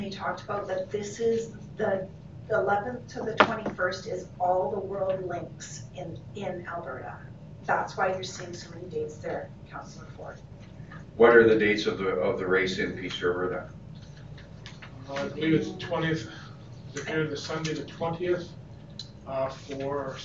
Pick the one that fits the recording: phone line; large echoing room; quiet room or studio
large echoing room